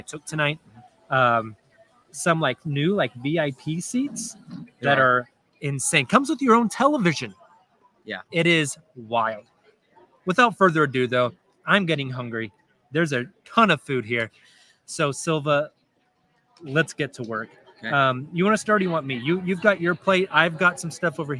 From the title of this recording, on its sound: Live from Paycom Center